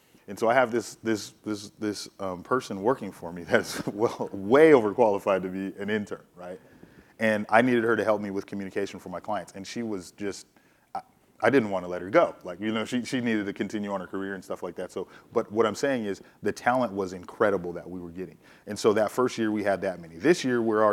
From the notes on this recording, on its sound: In front of a live audience at BNY Mellon Pershing.